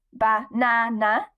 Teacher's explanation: na in the middle is the stressed syllable because it's ba-na-na.